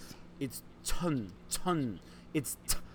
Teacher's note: It's not a cha, it's a t, it's a little bit sharper. So, and the tone is what we call a high level tone, meaning you say it kind of loud and you drop off right away.